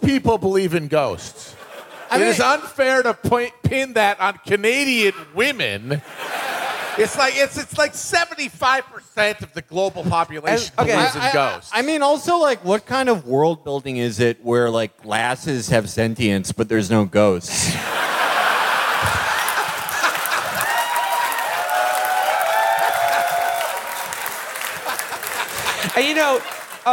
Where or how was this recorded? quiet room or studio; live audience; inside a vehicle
live audience